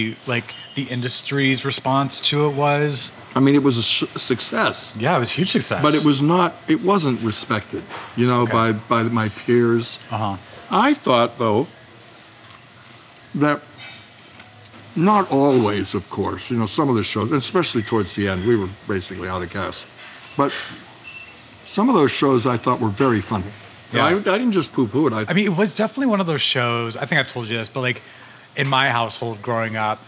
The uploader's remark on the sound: Over some fancy sandwiches. This episode was recorded at Lunetta in Santa Monica.